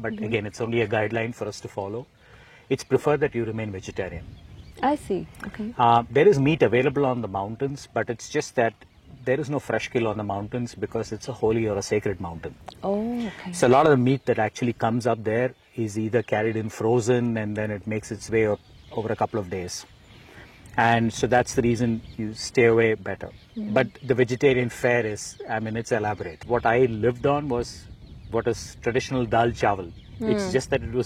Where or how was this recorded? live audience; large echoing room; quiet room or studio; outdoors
outdoors